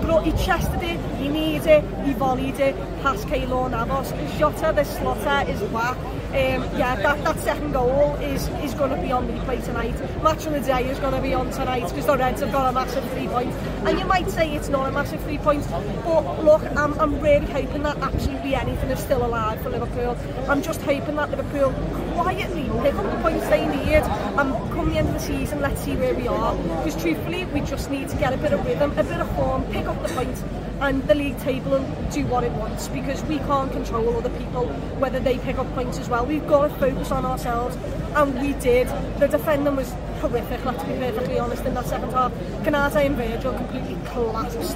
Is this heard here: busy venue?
yes